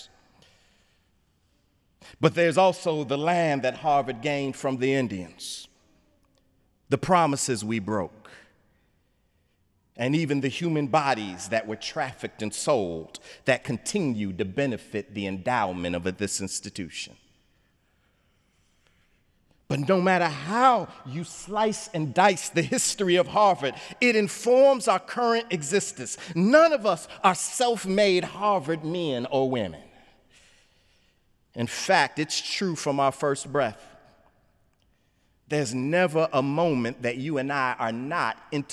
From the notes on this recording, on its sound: sermon on The Fourth Sunday of Easter, Sunday, May 7, 2017 in the Memorial Church